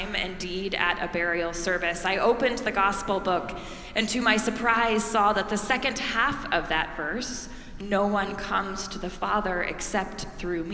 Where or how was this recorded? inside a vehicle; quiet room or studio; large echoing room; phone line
large echoing room